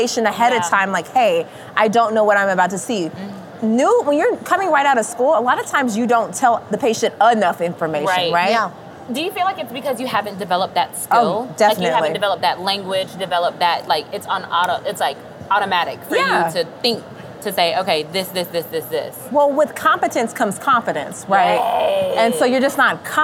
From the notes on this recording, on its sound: In this special Halloween episode, taped live at SmileCon 2023 in Orlando.